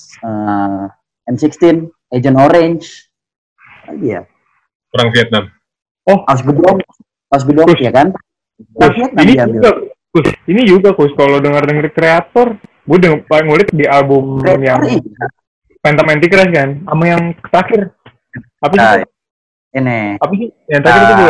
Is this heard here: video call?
yes